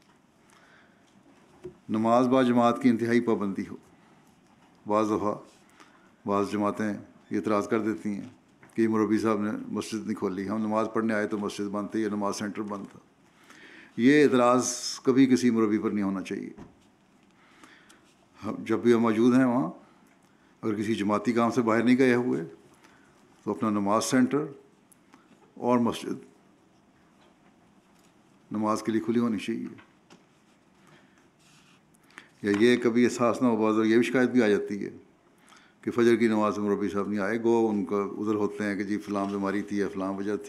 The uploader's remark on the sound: Jamia UK Convocation 2019-2022: Keynote Address